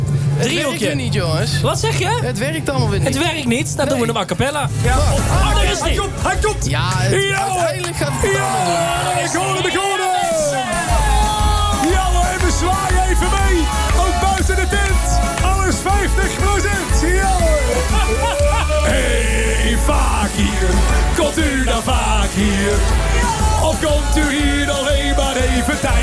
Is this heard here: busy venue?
yes